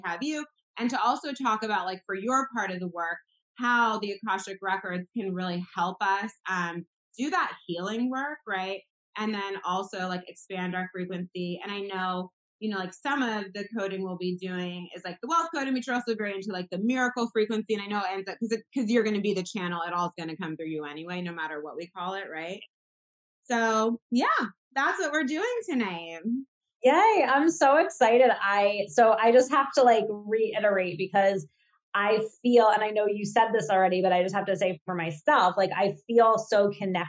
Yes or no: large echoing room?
no